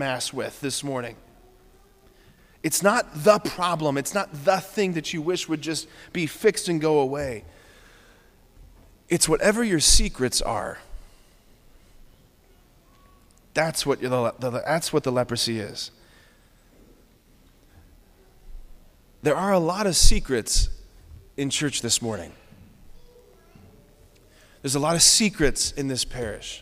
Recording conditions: large echoing room